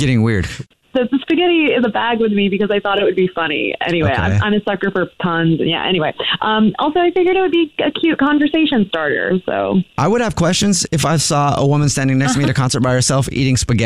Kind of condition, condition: link, phone line